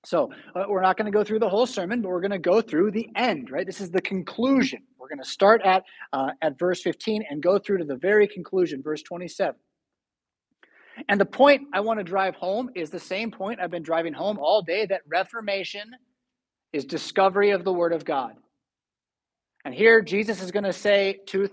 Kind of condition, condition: setting, large echoing room